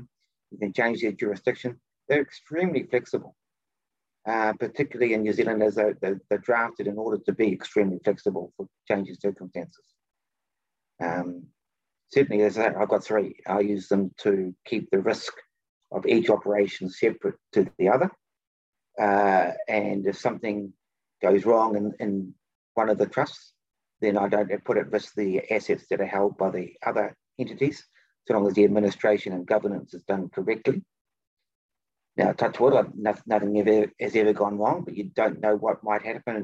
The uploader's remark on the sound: For those joining us on Zoom